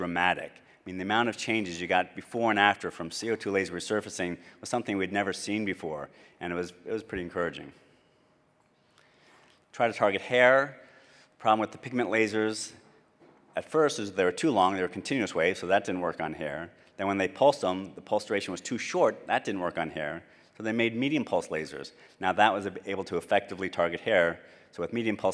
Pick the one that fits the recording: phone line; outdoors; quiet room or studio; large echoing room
large echoing room